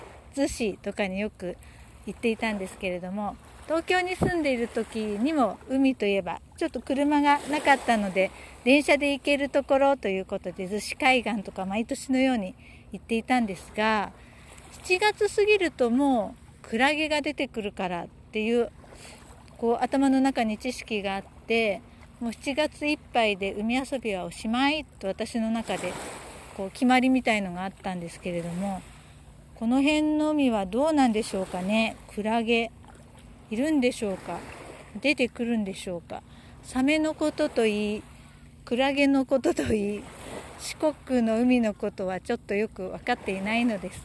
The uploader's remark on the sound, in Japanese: 海岸にて収録。思いたって収録してみました。波の音のお裾分けをどうぞ！